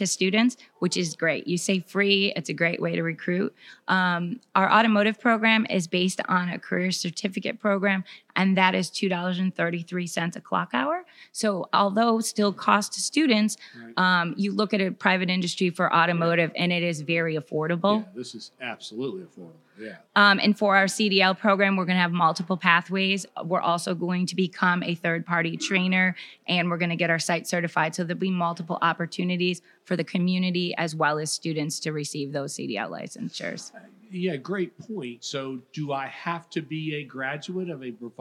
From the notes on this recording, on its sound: Recorded live at the 2023 Florida Chamber Foundation's Annual Future of Florida Forum. Recorded live at the Florida Chamber's "Future of Florida Forum," from Hyatt Regency Grand Cypress Resort in Orlando near Florida’s Disney World.